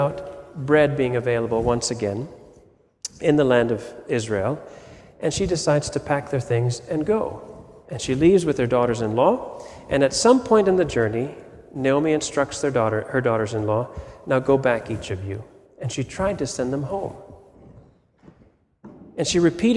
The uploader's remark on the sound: Sermon audio from FIBC Copenhagen